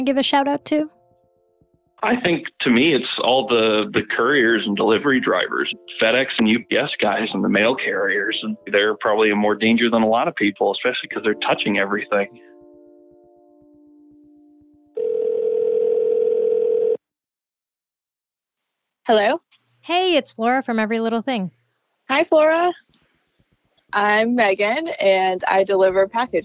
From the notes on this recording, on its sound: Essential Workers Call. Speaks with listeners who deliver packages, stock shelves and drive buses.